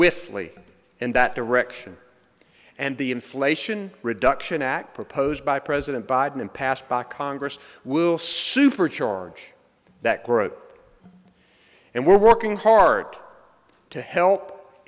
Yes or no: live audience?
yes